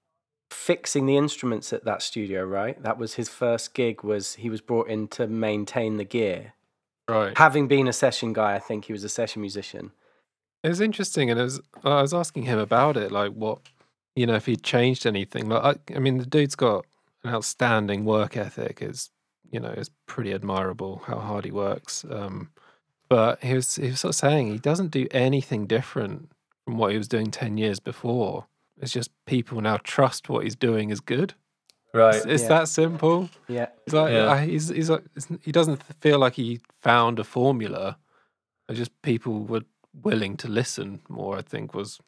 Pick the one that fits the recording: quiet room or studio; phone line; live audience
quiet room or studio